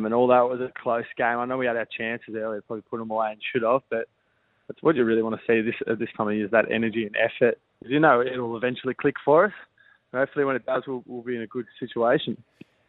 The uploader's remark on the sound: Jumped on the phone after the clubs round 2 victory over the Redlegs.